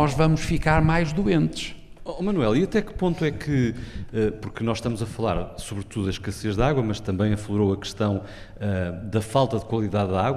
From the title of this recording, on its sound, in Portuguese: Ao vivo na VI Conferência da Murganheira